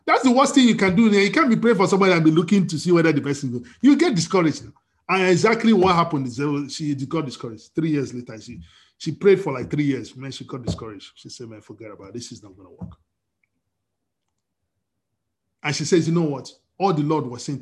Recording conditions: video call